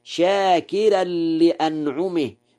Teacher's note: قرأ ورش شاكرا لأنعمه بترقيق الراء